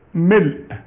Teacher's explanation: الميم مكسوره فقط، ما عليها الشدة إذا بدأنا